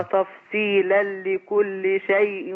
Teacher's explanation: وتفصيلا الإدغام بغير غنة